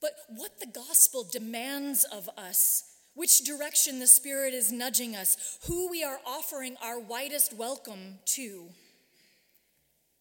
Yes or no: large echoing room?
yes